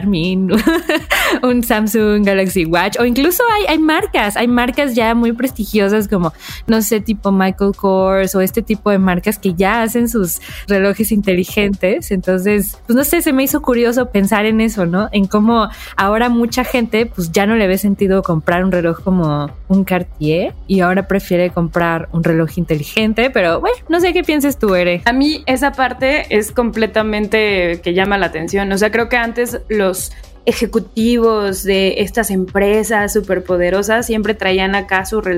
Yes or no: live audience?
no